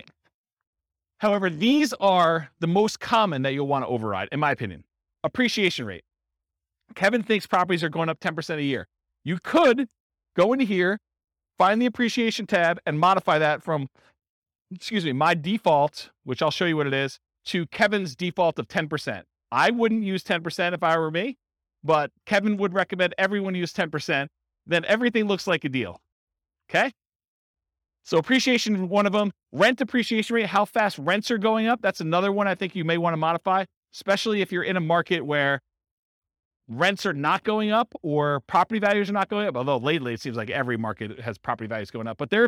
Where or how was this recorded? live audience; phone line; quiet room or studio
live audience